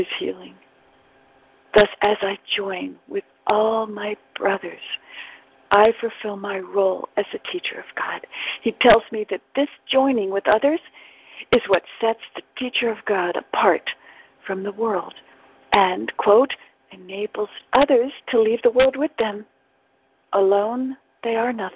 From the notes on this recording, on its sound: ACIM Daily Conference Call